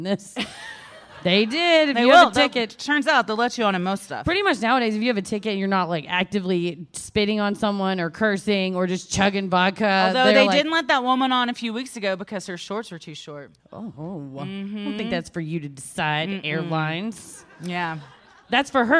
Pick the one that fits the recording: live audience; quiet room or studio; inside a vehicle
live audience